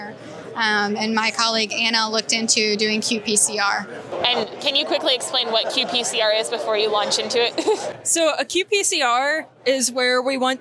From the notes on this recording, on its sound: I attended the Society for Neuroscience conference in Washington, DC and interviewed neuroscientists from across the world about their research.